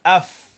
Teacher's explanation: Huruf fa kalau mati, dia ada sifat hamas melepaskan nafas.